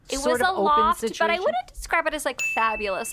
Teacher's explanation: She also has vocal fry up the ass, just so obnoxious.